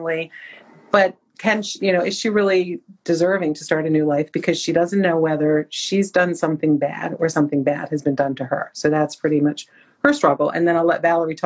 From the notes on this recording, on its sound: for an Instagram Live